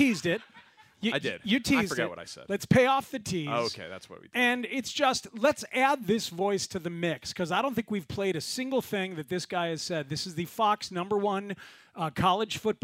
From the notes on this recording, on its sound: Heard from their live audience in attendance at their QB1 Town Hall.